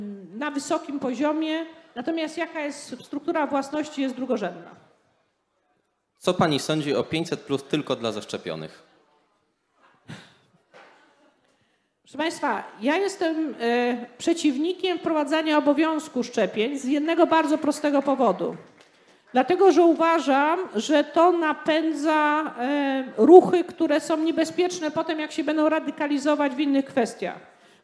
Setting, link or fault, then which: setting, live audience